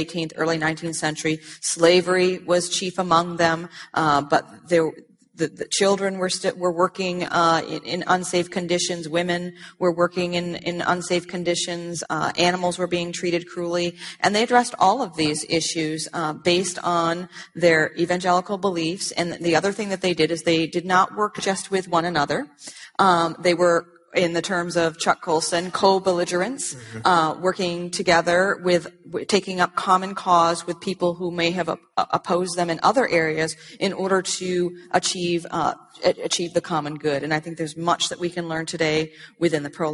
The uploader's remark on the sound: At the 2016 Evangelicals for Life conference.